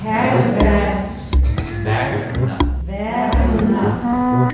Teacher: die Norddeutschen und die Westfalen verschlucken das R